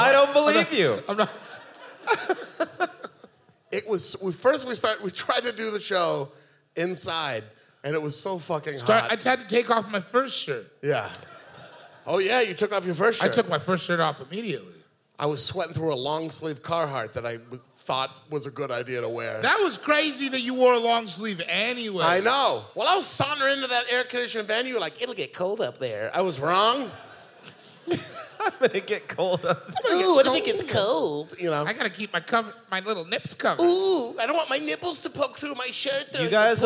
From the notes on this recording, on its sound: We release our final live show from the tour. This episode was recorded live at The Magic Bag in Detroit, MI.